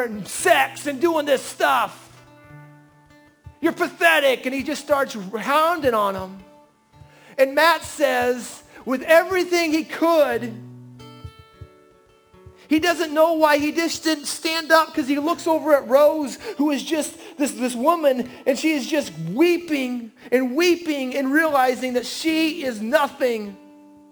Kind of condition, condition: setting, large echoing room